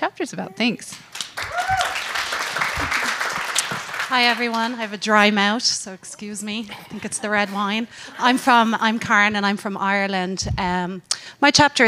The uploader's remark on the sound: this recording of the speaker panel from our Women Gone Wild book launch event in Vegas